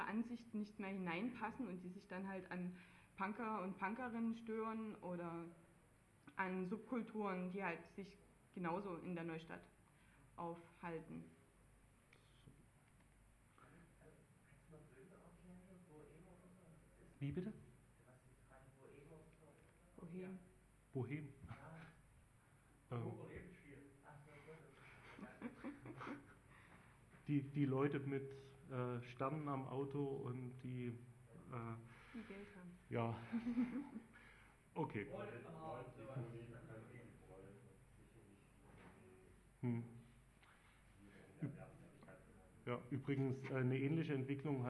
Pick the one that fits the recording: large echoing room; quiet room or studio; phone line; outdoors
large echoing room